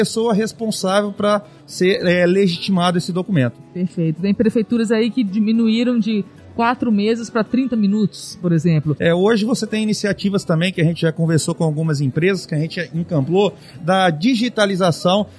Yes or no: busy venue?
yes